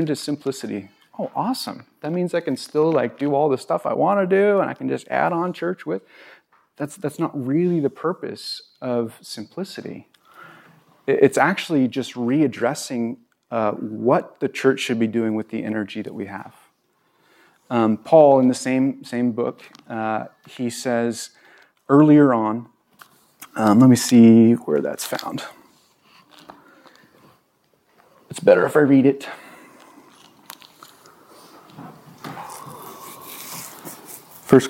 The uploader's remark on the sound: This was recorded on April 24, 2022 at Bethel church in Ridgefield, Wa.